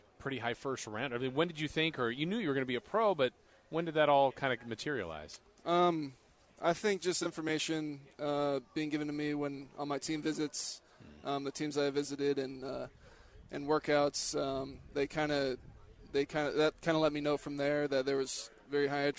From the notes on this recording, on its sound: Joins The Lo-Down at Raiders Training Camp.